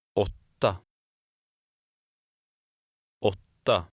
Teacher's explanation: the ringed A sound is shorter because it's followed by a double consonant